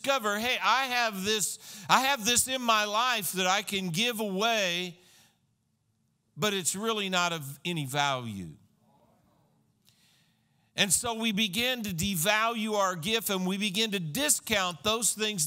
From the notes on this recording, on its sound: This was a sermon recorded at Christian Life Cathedral, Fayetteville, AR, on 9/26/2015